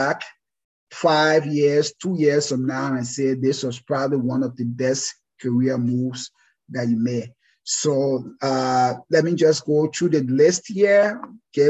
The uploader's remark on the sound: This is a recording of our first live webinar.